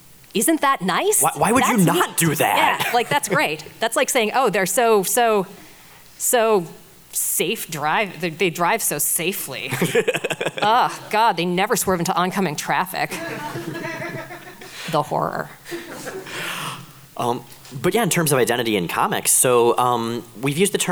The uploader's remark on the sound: Live at Rose City Comic Con